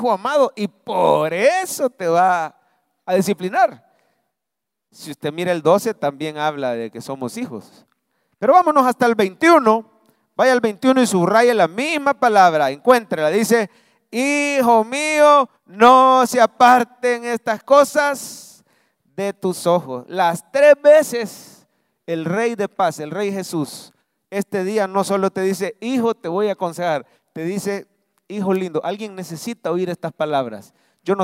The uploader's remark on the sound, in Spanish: Mensaje predicado en vivo desde el Centro Familiar de Adoración